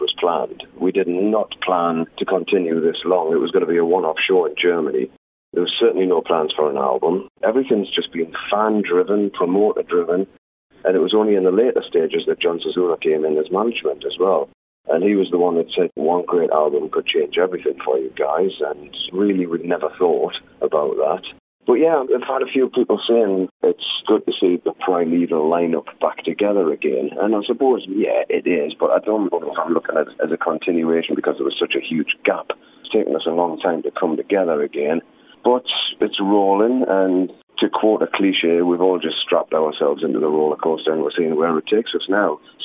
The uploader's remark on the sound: This interview was recorded by phone